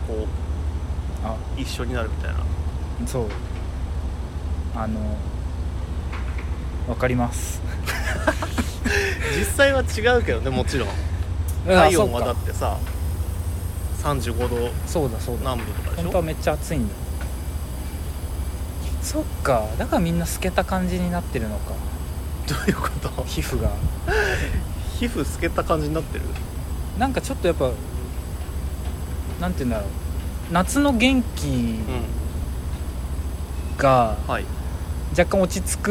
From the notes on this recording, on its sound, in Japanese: 屋上で収録した。外気と一緒。